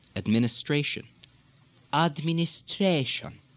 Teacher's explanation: the inflection goes up and stays up on that word